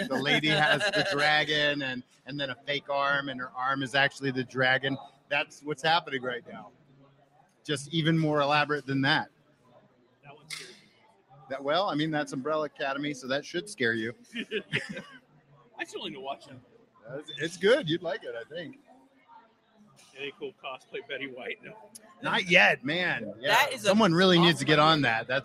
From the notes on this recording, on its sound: Live from O Con Expo 2019 in Council Bluffs, Iowa!